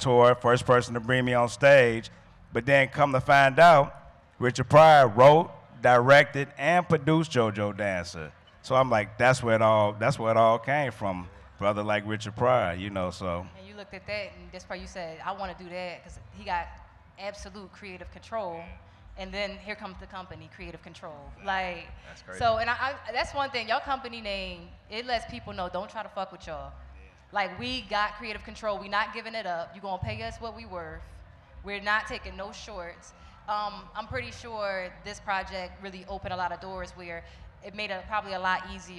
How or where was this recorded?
live audience